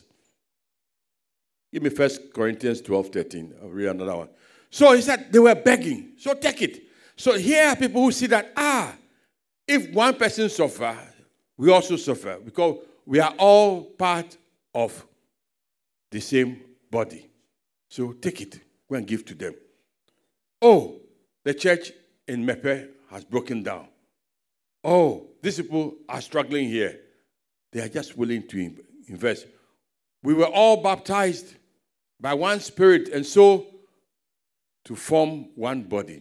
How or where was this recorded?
large echoing room